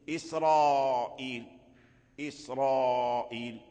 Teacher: إسرائيل بقي الراء مفخم لجميع القراء ولم يقرأه أحد بالترقيق، حتى ورش الذي هو صاحب ترقيق الراءات لم يقرأه بالترقيق